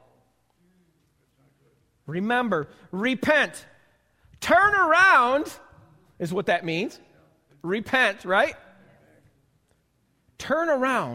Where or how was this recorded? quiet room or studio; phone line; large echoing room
large echoing room